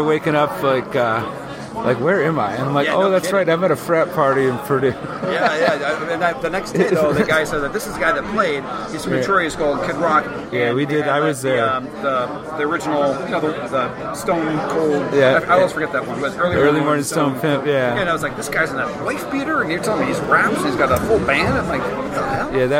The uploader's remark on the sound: At the Rock N Pod Expo. You can hear how packed the Expo is in the background.